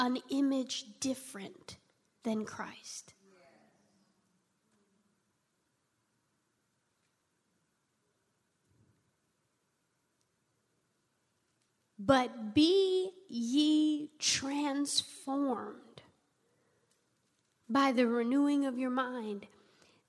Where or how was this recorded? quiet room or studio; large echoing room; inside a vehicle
large echoing room